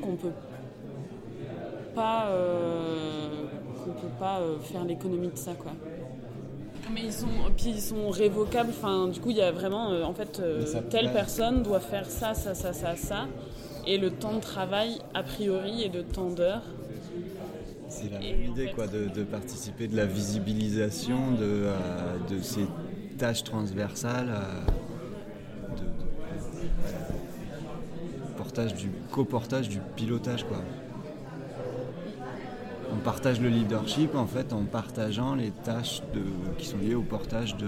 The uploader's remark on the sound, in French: Un second épisode enregistré pendant ces ateliers